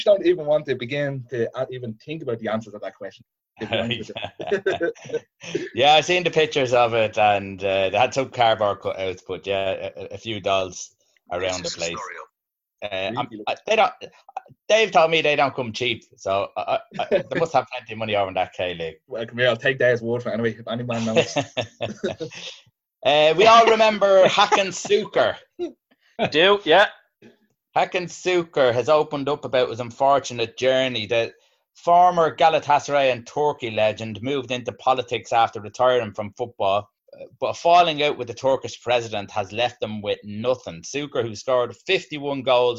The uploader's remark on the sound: FA Cup Weekend Zoom Show.